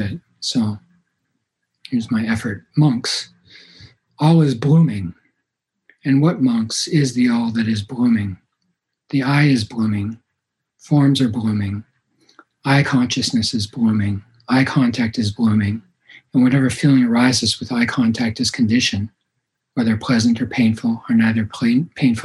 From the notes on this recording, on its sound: Zen Mountain Monastery (Via Zoom).